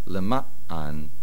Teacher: the main stress on the Mem, and do not swallow the Ayin.